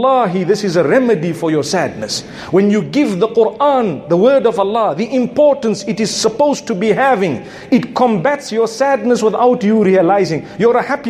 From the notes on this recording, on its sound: A Jumuah Lecture from Masjid Al Falaah. Harare, Zimbabwe.